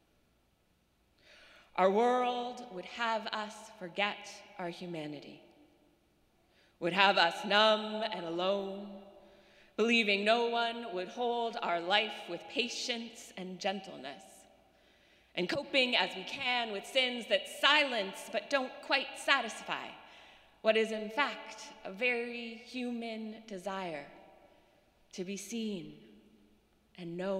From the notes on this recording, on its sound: Sermons from Old South Church in Boston